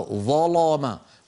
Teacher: والأمر الثاني أنها فخمت اللام فقالت ظلام